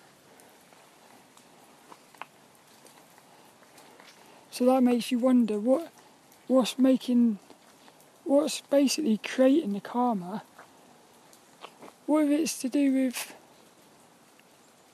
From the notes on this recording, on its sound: Was a Walk and Talk around Plymbridge Woods in Plymouth. As he joined us for this one in the pouring rain.